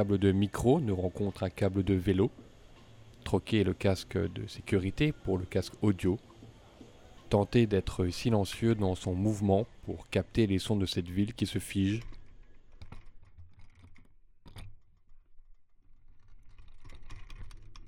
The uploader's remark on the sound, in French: Paysage sonore vers le centre-ville de Bruxelles. Ce soir une émission préparée dès l'aube. Le soleil se lève sur tois gars pas frais dont les oreilles découvrent une biodiversité des voix et des sons, une jungle de possibles quand la ville s'est arrêtée de nous battre les tympans. Monte sur son vélo avec son casque audio; il se fait paysager sonore du centre-ville, en suivant le son qui parle et ce que ceux qui y vivent lui racontent.